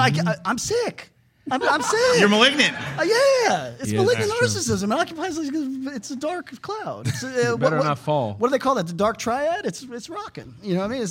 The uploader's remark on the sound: Our live studio audience taping of A2G from Brain Dead Studios, as part of Sound & Fury 2022.